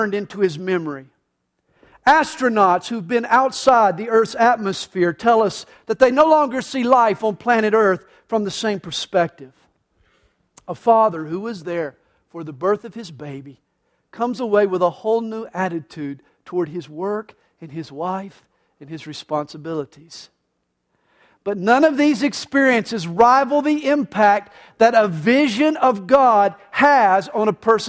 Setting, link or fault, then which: setting, large echoing room